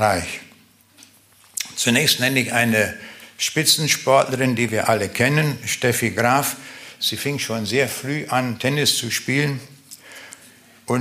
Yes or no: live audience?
yes